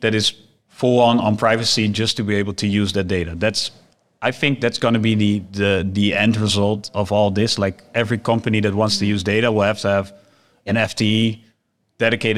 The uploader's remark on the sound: This episode was recorded live at the Digital Analytics Summit on the 13th of October in Amsterdam.